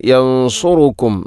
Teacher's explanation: യൻസുറുക്കും എന്നതിൽ ഇഖ്ഫാവും ബിഗുന്നയുണ്ട്, സുക്കൂനുള്ള നൂനിന് ശേഷം സ്വാദ്. അവിടെയും ശ്രദ്ധിക്കണം, യൻസുറുക്കും സ്വാദാണ്.